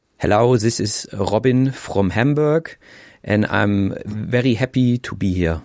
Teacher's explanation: every th sound becomes a z sound. So this and that and those sorts of things. · Term: German accent